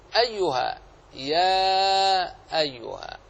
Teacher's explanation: الهمز تسببت في زيادة المد في حرف المد. كانت يا التقت معها همزة أيها يا أيها، إذن فسبب المد هنا همز.